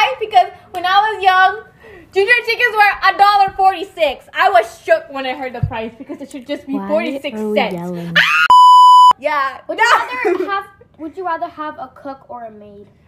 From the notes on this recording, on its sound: Here we have a mini episode full of our hYpEr and loud (RIP headphone users) personalities.